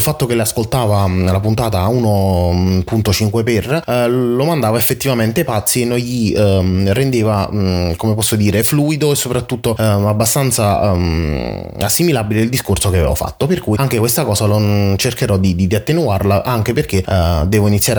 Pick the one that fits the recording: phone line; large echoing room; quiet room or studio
quiet room or studio